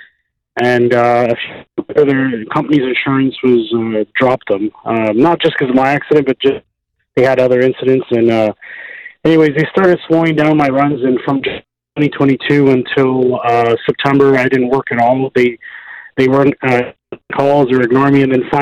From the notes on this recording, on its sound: your phone calls, are answered on today's episode of the Employment Law Show